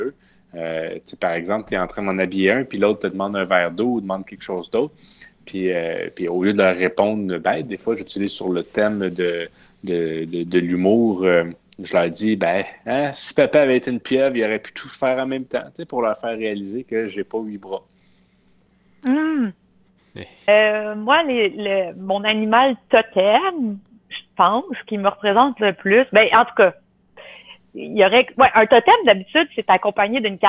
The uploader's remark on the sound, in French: Qui malheureusement fut l'objet d'ennui technique durant l'enregistrement.